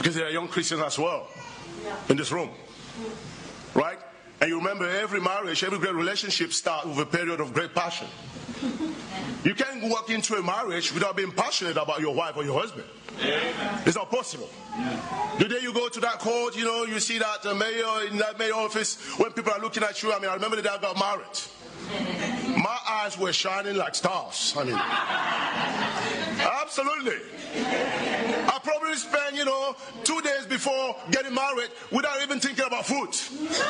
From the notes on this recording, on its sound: at the European Missions Conference